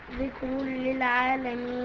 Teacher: ذكر للعالمين تنوين بعد لام، إدغام بدون غنة · اللام والراء ادغام بدون غنة، يعني نون التنوين مش موجودة.